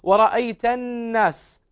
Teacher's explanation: نون مشددة بغنة بمقدار حركتين